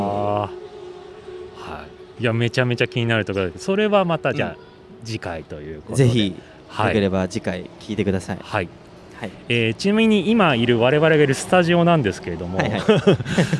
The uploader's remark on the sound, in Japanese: 半年ぶりに収録した場所はまさかの公園。少年たちがキャッチボールする姿を眺めながらの収録で。